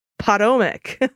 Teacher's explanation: Stress on the first syllable, Potomac. Long O sound.